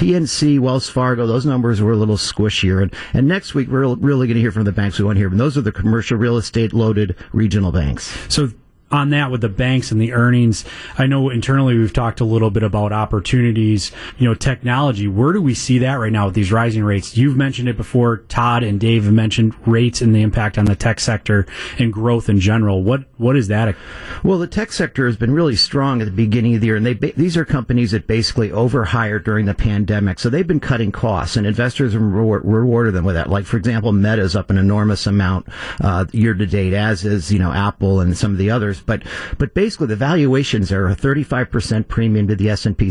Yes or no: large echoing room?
no